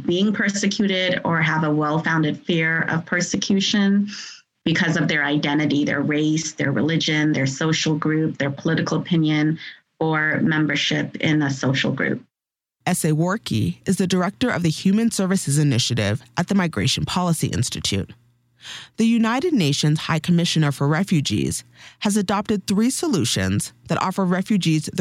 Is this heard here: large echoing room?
no